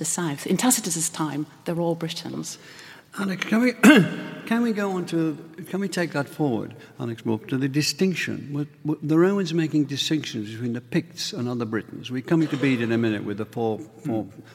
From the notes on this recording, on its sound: That discussion takes place in front of a student audience at the University of Glasgow, many of them studying this topic.